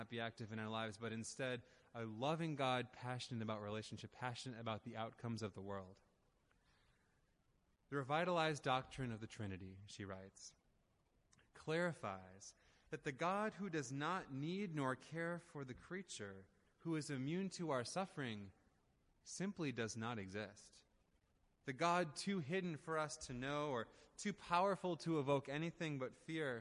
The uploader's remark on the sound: Audio recording of the sermon in Ellis Hall